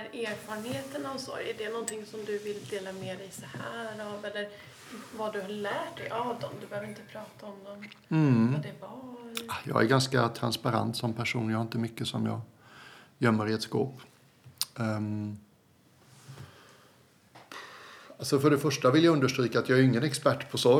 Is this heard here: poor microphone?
no